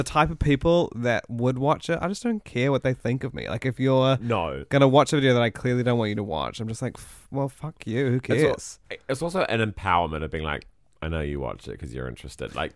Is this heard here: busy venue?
no